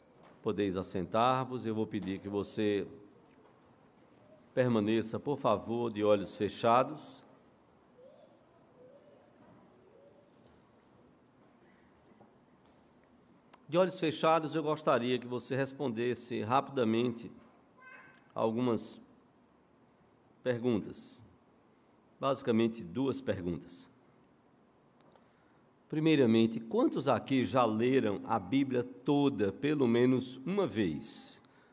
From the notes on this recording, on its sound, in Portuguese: no culto presencial e transmitido ao vivo